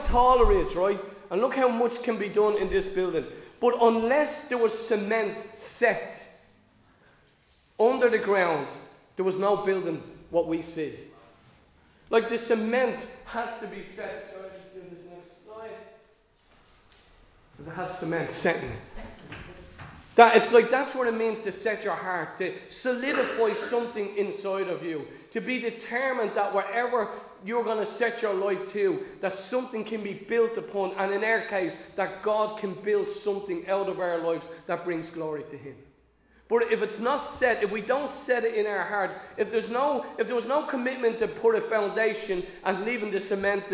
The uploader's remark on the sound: Recorded live in Liberty Church on 29 May 2022